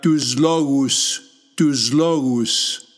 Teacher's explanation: when the two words are joined together in speech, the sigma becomes z.